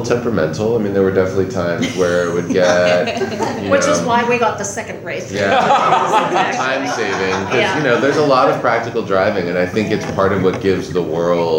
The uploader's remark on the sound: NOS4A2 SXSW 2019 Press Conference.